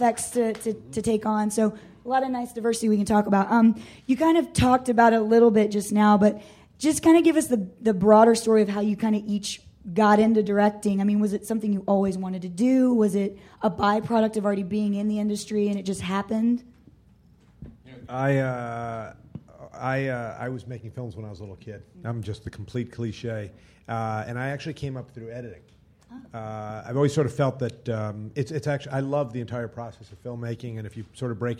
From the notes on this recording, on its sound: Directors panel from ATX, an Austin TV Festival. Recorded at ATX 2013.